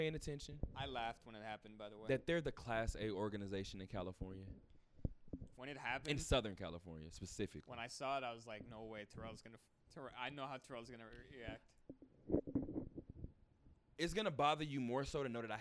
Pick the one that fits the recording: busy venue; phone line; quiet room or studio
busy venue